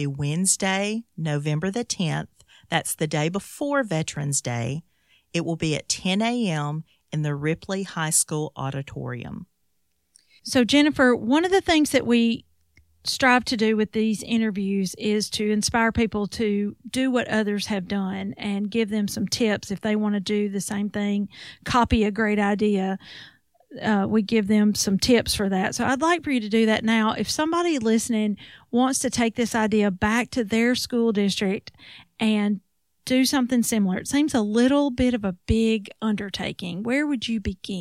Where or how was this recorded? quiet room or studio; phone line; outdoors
quiet room or studio